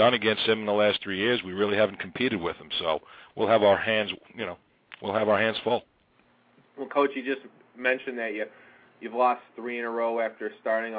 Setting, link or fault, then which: link, phone line